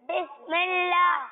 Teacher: جیسے کہ بسم اللہ یہاں پر اللہ کا نام ہے، تو لفظ اللہ کا نام باریک ہوگا یا موٹا پڑھیں گے؟ باریک پڑھیں گے